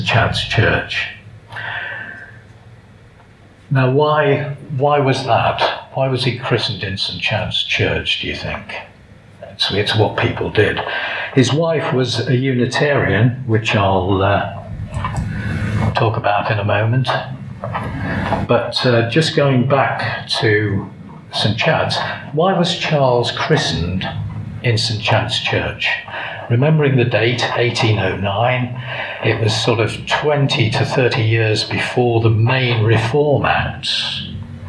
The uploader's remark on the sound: Darwin Festival 2022. Recorded in the Hobbs Room at Shrewsbury Library. Despite the poor audio this lecture is at least audible.